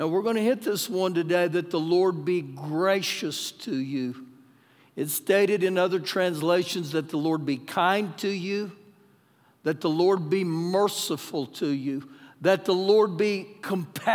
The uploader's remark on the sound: Recorded live during our Sunday morning service